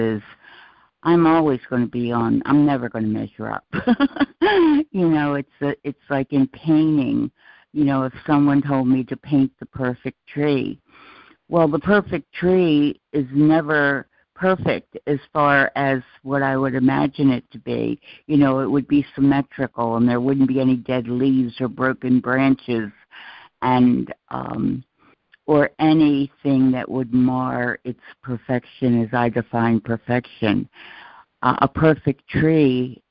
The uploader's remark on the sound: ACIM Daily Conference Call